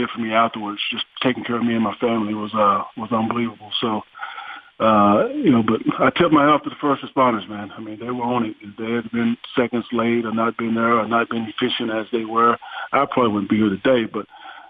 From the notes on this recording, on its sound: called in to the Ben and Skin show